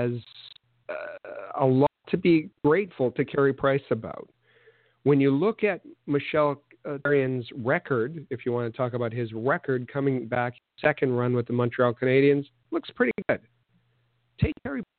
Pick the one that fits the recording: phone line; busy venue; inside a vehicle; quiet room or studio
phone line